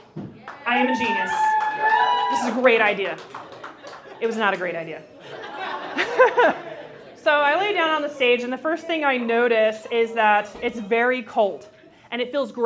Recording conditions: live audience